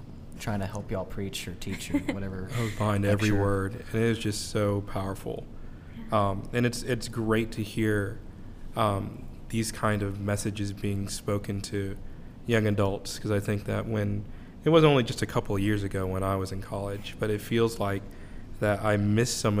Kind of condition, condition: setting, busy venue